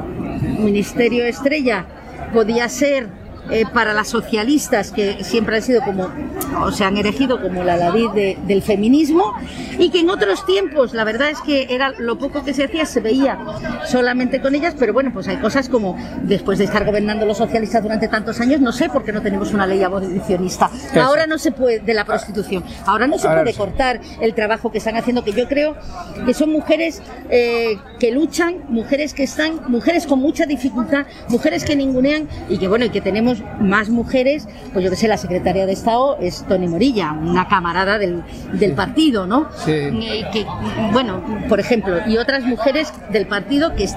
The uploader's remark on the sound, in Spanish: las entrevistas que realizamos en directo en la fiesta, celebrada en Rivas Vaciamadrid